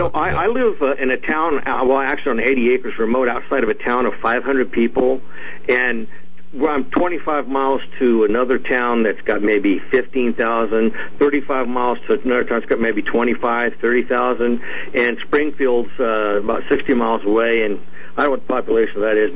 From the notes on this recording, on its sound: Open Phone Lines